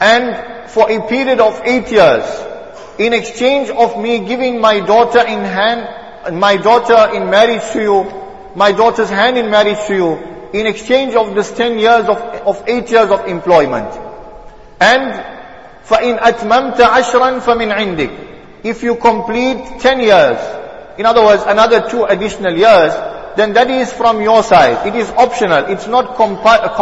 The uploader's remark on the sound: Jumuah lecture